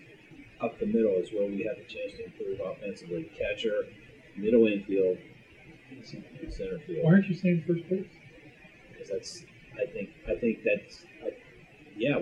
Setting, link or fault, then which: fault, poor sound quality